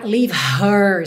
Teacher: treinar seu ouvido para não fazer questão absoluta de ouvir o H